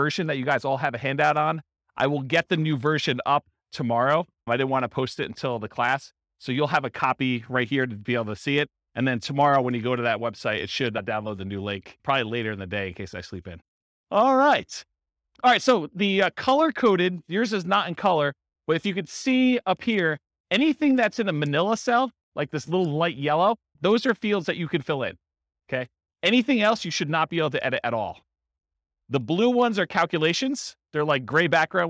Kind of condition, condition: setting, live audience